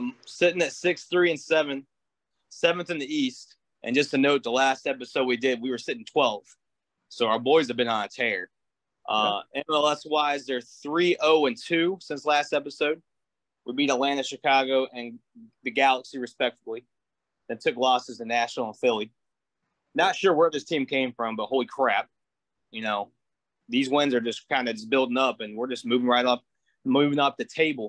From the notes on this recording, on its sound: What Another Zoom Episode? The boys are have come back with another great zoom episode.